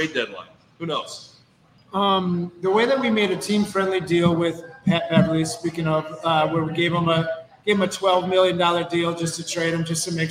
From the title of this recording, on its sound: Live Q And A At Thirsty Pups Wolves Watch Party From Park Tavern